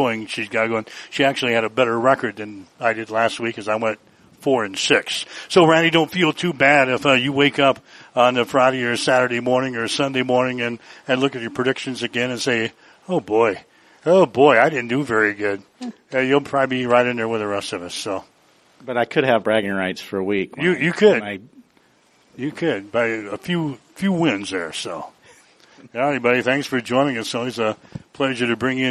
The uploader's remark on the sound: we were live from the Hastings Tribune Job Fair in Seaton Hall